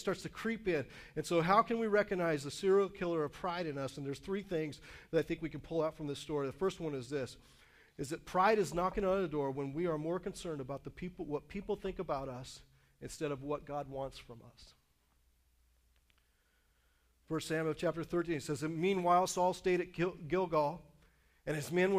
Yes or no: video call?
no